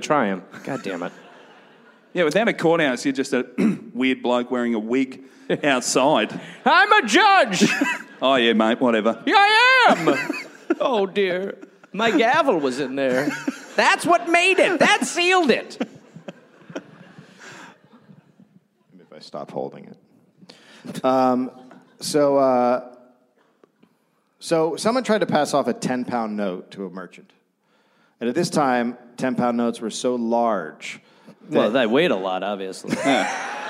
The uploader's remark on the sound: Recorded live in Brisbane.